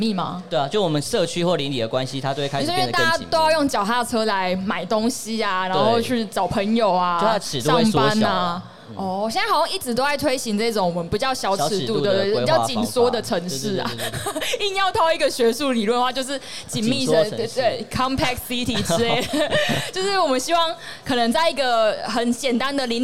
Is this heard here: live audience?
yes